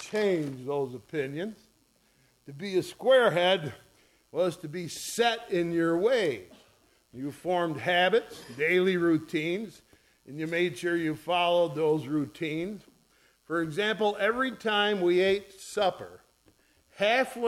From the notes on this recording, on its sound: ESCBC Easter Morning Second Service recorded on 04/09/2023